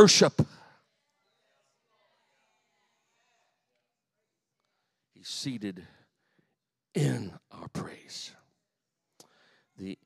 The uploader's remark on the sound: The following is a full sermon I delivered recently at my home church in Harvey, IL.